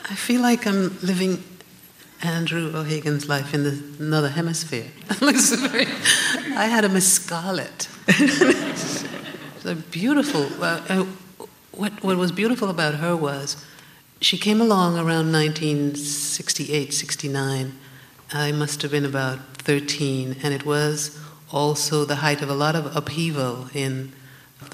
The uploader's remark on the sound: An encore presentation of Writers & Company's 20th anniversary special. Onstage at the Toronto International Festival of Authors in 2010.